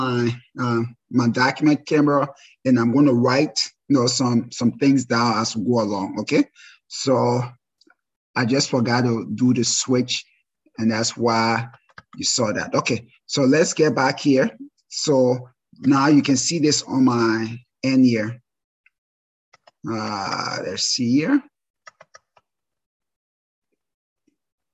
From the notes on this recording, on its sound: This is a recording of our first live webinar.